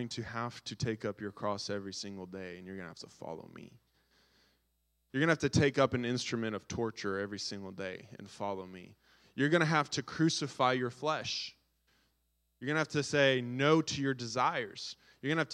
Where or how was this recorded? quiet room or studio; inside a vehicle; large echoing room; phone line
large echoing room